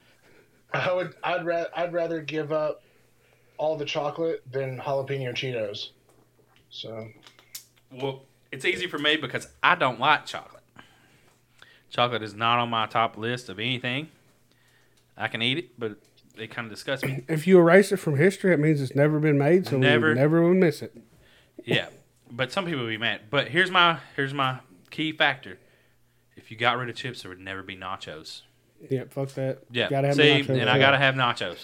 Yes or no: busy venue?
no